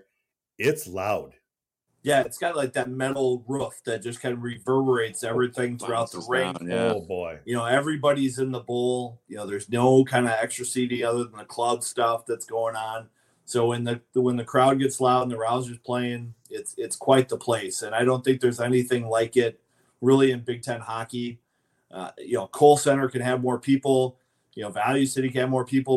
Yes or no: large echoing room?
no